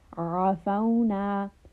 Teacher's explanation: Here we have the letter ayn. Ayn is from the throat. We want a slight constriction sound.